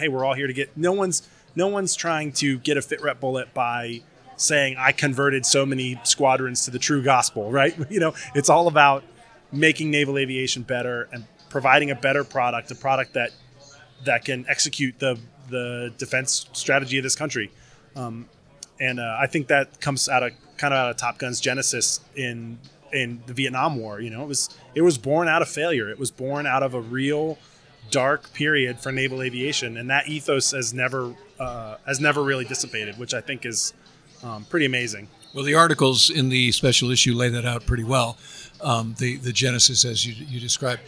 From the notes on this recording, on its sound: Live from Tailhook